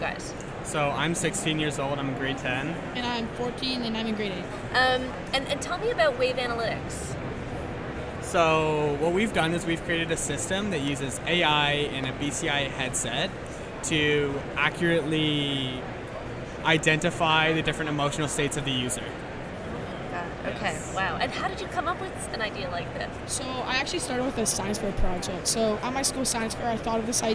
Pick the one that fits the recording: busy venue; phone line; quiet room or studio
busy venue